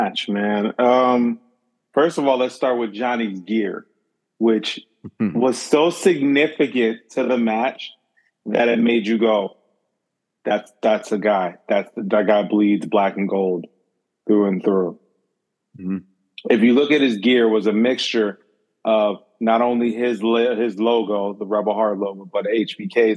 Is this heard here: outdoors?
no